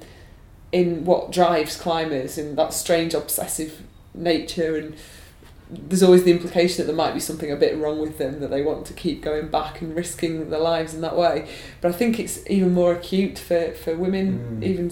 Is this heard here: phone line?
no